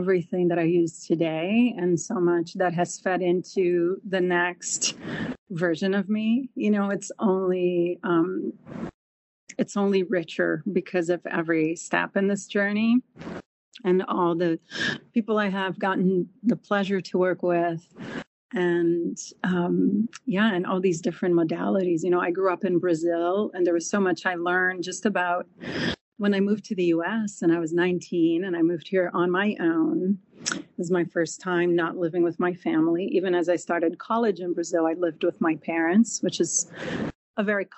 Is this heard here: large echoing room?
no